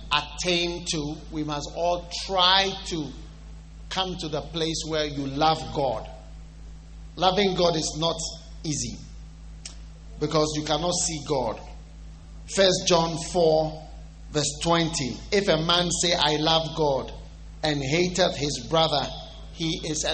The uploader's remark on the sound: Preached at the First Love Church on 31st December, 2015.